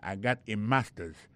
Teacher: Regardez bien pour voir que l'accent est tombé sur le premier syllabe là. · Term: accent tonique